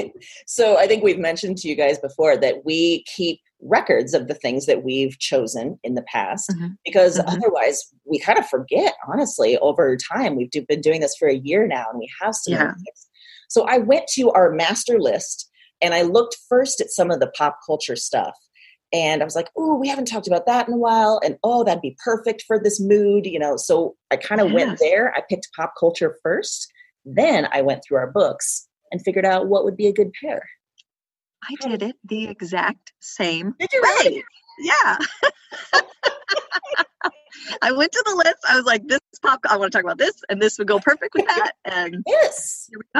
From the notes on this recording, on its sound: got on a Zoom call and recorded this special Quarantine edition of Broads and Books